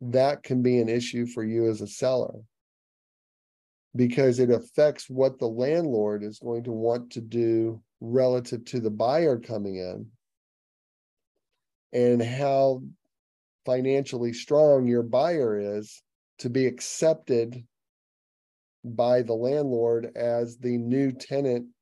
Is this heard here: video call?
yes